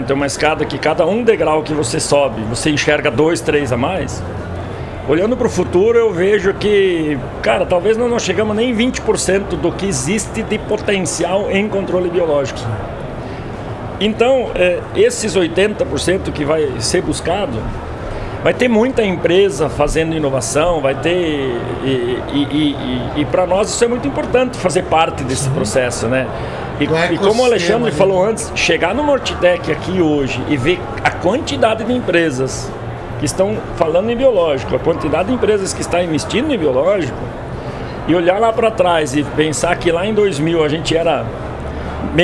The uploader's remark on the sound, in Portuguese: Estamos ao vivo da Hortitec 2023.